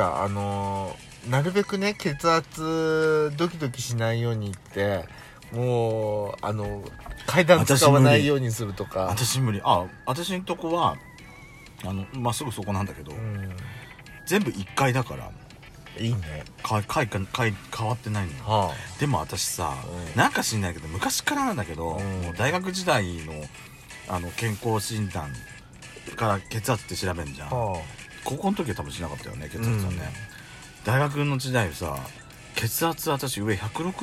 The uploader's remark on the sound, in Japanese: パーキング収録